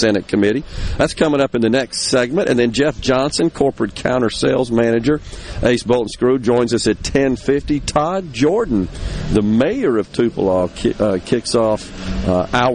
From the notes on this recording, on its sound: MidDays is LIVE from Ace Bolt & Screw in Tupelo